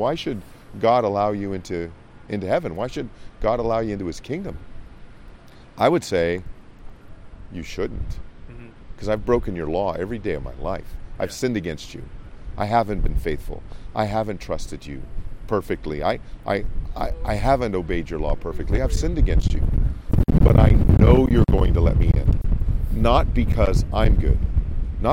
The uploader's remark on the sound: It was a very windy day. Please be patient with a little bit of wind noise. Ministered on the campus of Michigan State University.